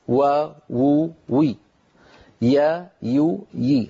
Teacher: الواو من الشفتين كما أسلفنا، والياء المتحركة من وسط اللسان